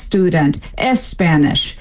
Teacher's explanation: A really classic example in English is when Spanish speakers try to pronounce words like student or even Spanish, the SP and the ST clusters cannot happen word initially in Spanish. And so what they do is something similar to the strategy that an English speaker trying to speak Swahili would, and they stick a vowel beforehand